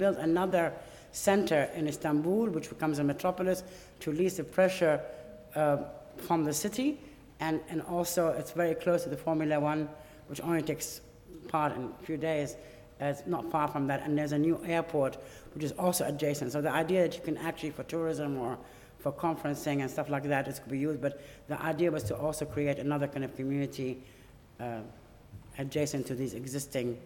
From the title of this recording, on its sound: Lecture at RIBA, 2006